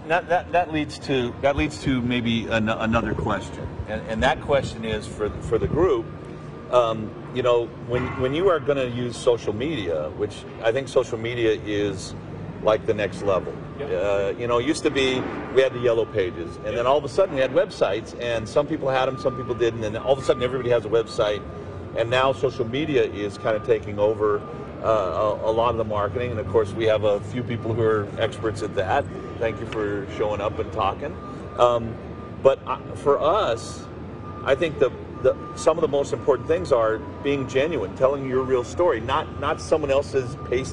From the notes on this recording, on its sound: Marketing, from the Vision Hi-Tech Expo and Training. This show was recorded at the Vision Hi-Tech Expo and Training, an event we absolutely love to come to!